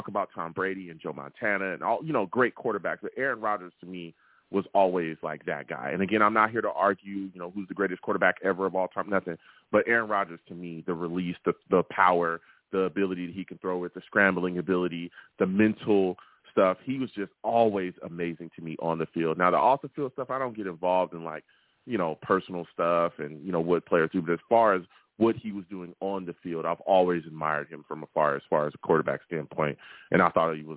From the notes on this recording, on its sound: I take live callers!